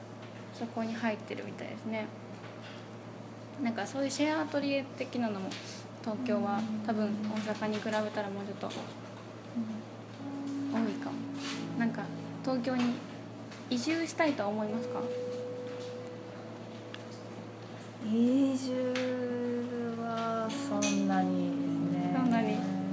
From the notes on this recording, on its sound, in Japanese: itohenという大阪にあるギャラリーさんの許可を得て収録をしております。